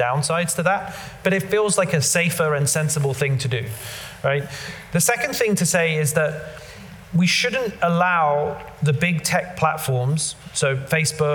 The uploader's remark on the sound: live at the Tabernacle theatre in London